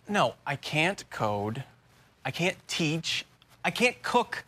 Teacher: Instead of pronouncing the T, your tongue just comes to a stop against the hard part of the roof of your mouth just behind the upper front teeth. · Term: held T